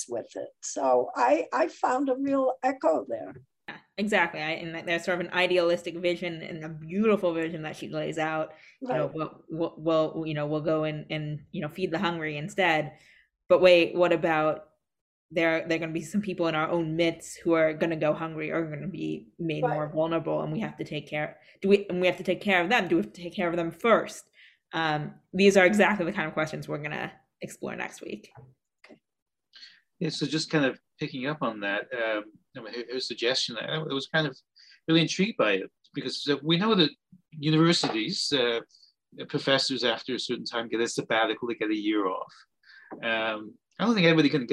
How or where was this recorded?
video call